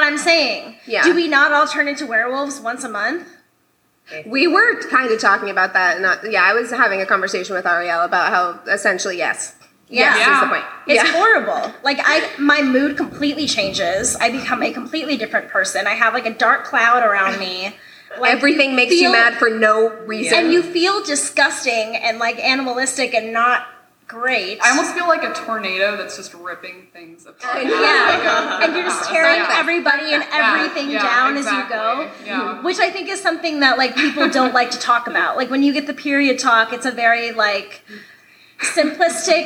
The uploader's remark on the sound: LIVE at the Swallow's Flight